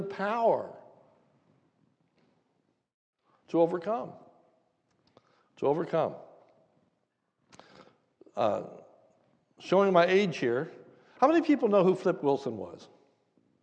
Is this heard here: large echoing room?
yes